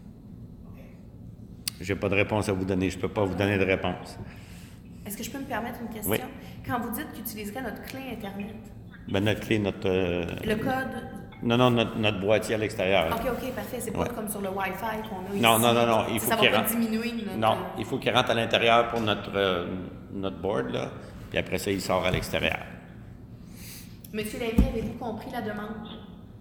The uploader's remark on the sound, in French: Enregistrement de la séance du conseil municipal de Saint-Sévère